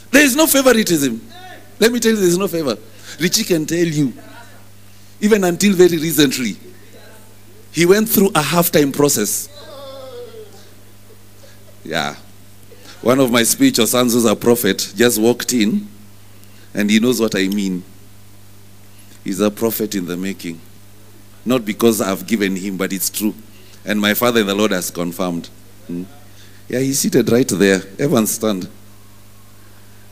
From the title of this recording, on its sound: Preached at New Breed Chapel Intl.